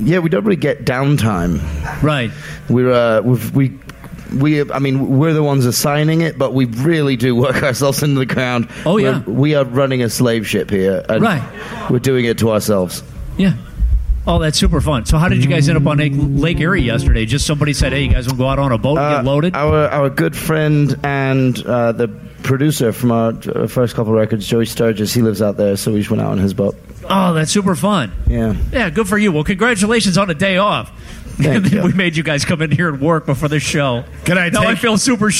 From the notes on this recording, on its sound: Live inside Stan's Room at Piere's.